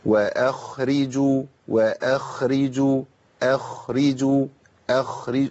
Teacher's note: خاء في مرتبه وسطى من التفخيم، لا هي مفخمه قوي ولا هي ضعيفه تفخيما